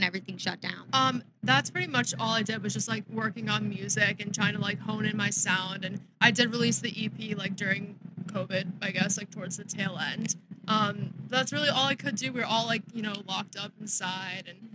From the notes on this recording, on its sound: This was filmed on site at Insomniac Event's festival Forbidden Kingdom.